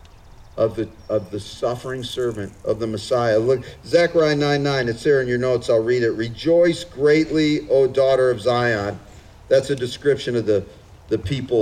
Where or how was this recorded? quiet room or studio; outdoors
outdoors